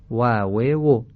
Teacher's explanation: حرف واو گفته شد که از بین دو لب به نرمی ادا بشه، یعنی لب با دندان مماس نشه، و و و. حرف کاف هم گفتیم همیشه تیز ادا بشه، یعنی همیشه مثل کاف کاغذ بگیم، نه مثل کاف کدو، یعنی که که کو.